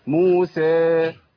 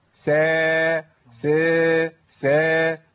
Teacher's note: أعمل حاجة اسمها الإمالة الصغرى، ودي موجودة عند الإمام ورش اللي هي التقليل. أما أقول موسى أنا عملت كده تقليل، لازم أقول موسى سا سا سا.